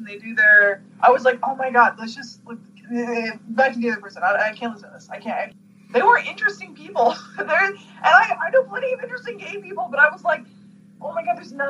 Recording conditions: video call